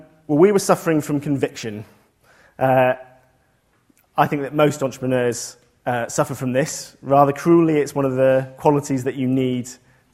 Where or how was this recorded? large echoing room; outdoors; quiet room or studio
large echoing room